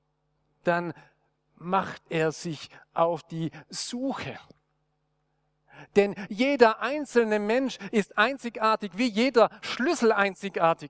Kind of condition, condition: setting, large echoing room